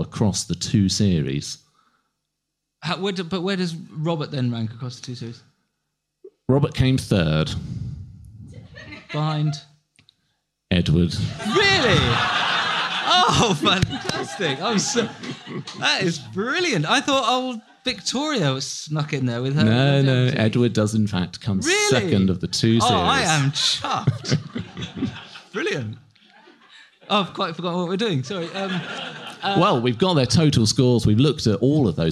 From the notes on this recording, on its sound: Rex Factor went on its first ever live tour, starting with this recording in London. We present the full live show barring the first 30 seconds that didn't record including a Q&A afterwards with the audience apologies for quiet bits when people couldn't reach the mic on stage!